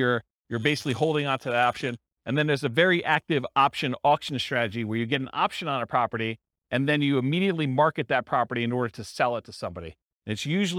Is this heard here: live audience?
yes